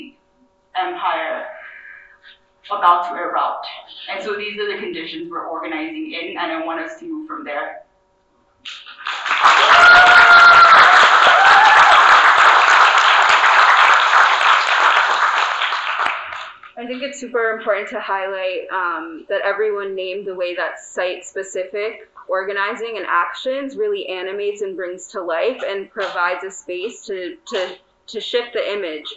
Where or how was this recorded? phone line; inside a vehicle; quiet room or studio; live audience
live audience